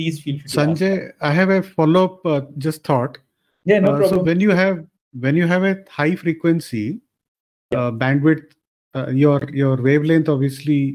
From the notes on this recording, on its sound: This episode is the recorded and edited version of the webinar.